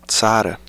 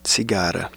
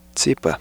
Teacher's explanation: There is a dental affricate, the voiceless.